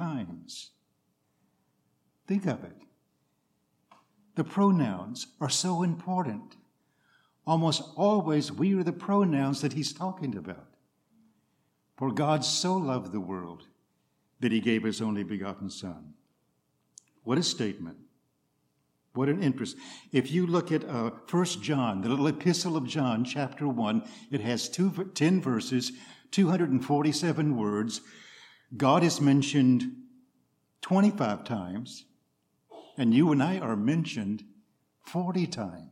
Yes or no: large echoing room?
yes